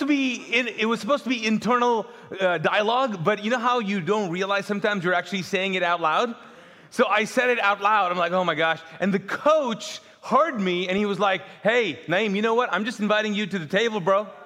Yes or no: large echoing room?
yes